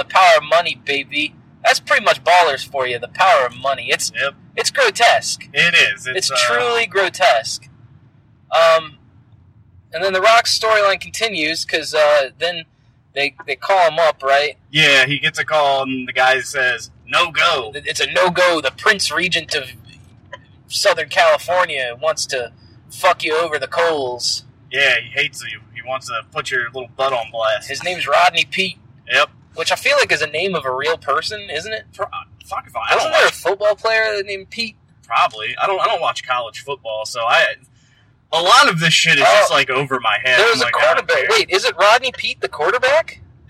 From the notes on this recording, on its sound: The Boys hit the road and have to discuss BALLERS 406 on a laptop like a couple of poors. Either excuse the audio quality or pretend this is a concept minisode hosted by robots.